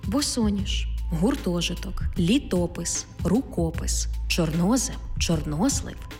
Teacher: Наголошений звук О в складних іменниках із двома коренями.